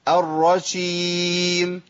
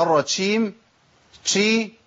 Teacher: الجيم المتحركه ابدلها بشين لسهوله نطق الشين · Term: التفشي